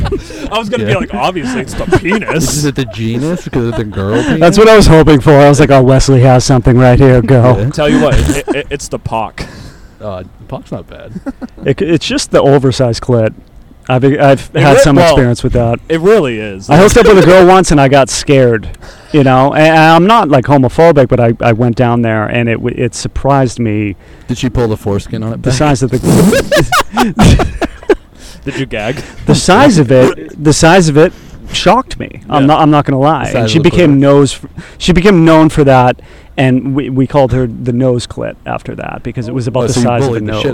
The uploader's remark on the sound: comes to you live at Orlando, Florida's biggest live festival, the Festivus in July Festival.